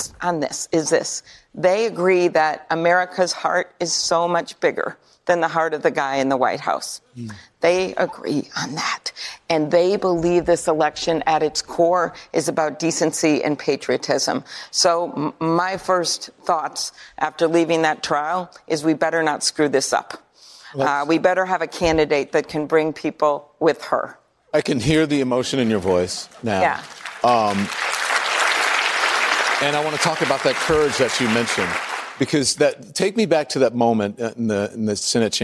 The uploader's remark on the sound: answers questions from voters in New Hampshire during a live town hall